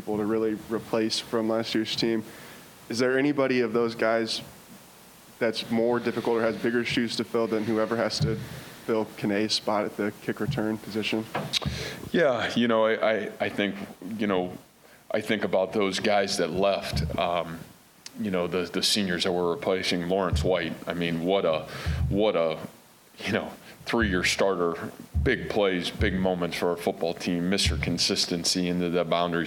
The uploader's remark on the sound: Press conference from Iowa State's 2021 media day festivities.